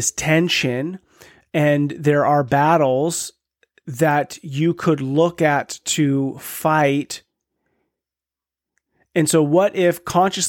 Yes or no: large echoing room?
no